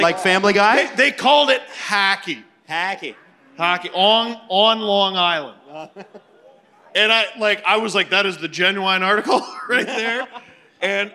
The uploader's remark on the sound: We're live from The Rec Room in Toronto for All-Star Weekend.